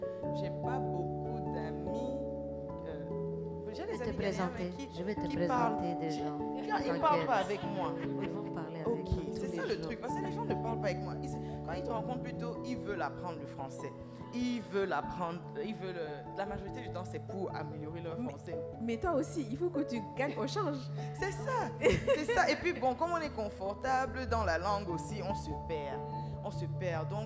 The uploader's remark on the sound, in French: A été enregistré en public à l'Alliance Française d'Accra.